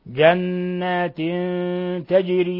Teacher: جنات تجري، تنوين كسر جاء بعده التاء، الحكم التجويدي إخفاء حقيقي، الحكم التجويدي إخفاء حقيقي. جنات تجري، ولا يخفى قلقلة الجيم من لفظ تجري لأنها ساكنة، ولأنها من الحروف الخمسة المقلقلة المجموعة في قولنا قطب جد.